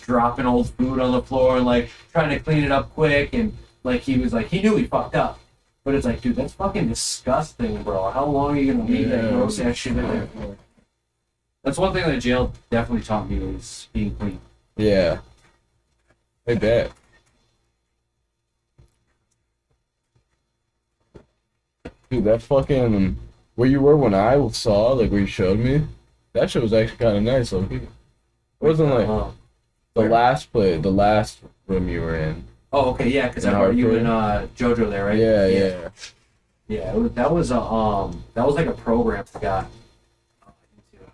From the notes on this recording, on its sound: Sorry for the audio quality on this one.